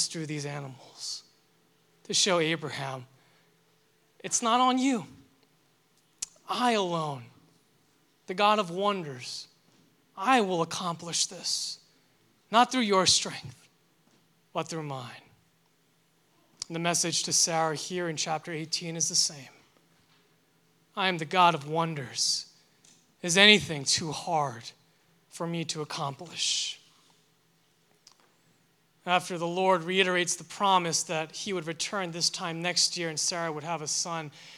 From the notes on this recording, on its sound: delivered this sermon for Liberti River Wards' May 14, 2023, Sunday worship service